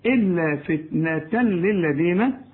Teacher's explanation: فتنة تنوين، وبعد التنوين لام ما تغنش، إدغام كامل بدون غنة، إلا فتنة للذين، طلع لسانك في كل باب.